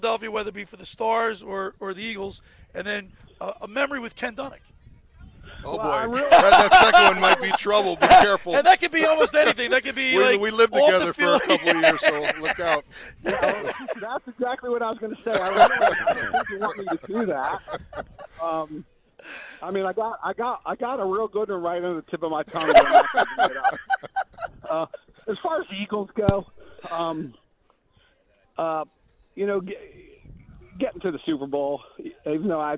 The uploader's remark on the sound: Live on the Boardwalk in Ocean City, NJ at All Campus. Every Sunday we broadcast Live on the Boardwalk in OCNJ at All Campus.